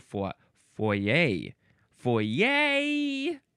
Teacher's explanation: Next is, you can pronounce it foyer or foyer or foyer. I think you could also emphasize the second syllable if you wanted to.